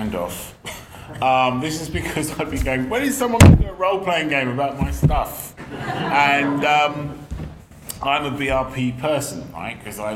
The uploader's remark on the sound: Special: Rivers of London Panel at Dragonmeet 2021.